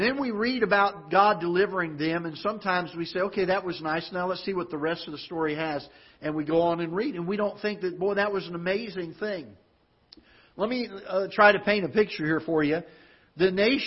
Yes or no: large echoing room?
yes